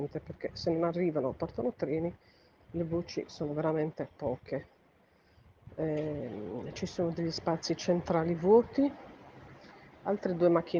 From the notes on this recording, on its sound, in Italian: Audiodescrizione live prodotta il 2 Agosto 2022 poco prima delle 20 presso la stazione ferroviaria di Cagliari con smartphone Android a microfono bloccato